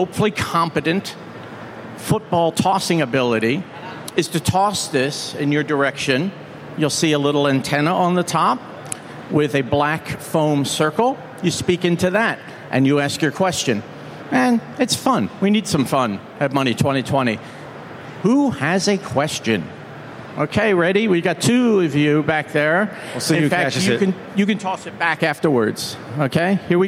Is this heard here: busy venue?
yes